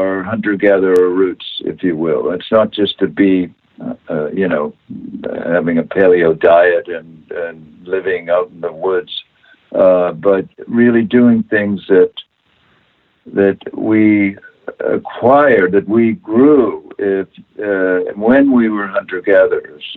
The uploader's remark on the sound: via internet phone